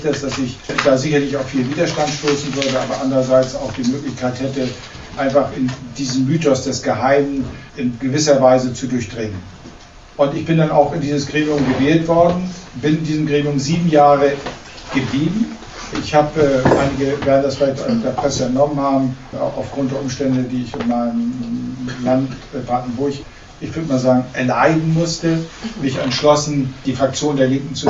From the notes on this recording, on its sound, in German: 2015 im Club Voltaire, Frankfurt Am Main aufgenommen.